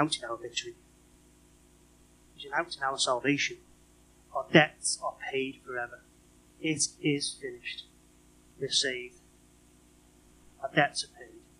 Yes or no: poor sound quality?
yes